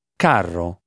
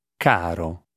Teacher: vowels before a double consonant are shorter in length than vowels before a single consonant